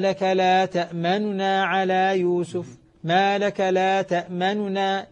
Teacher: نون خفيفة مختلسة هذا الاختلاس